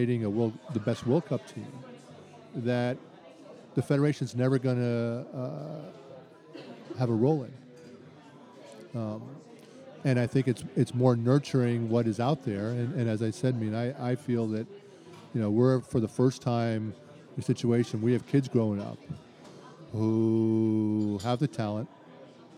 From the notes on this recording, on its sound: Live at the Bar of the US Soccer AGM.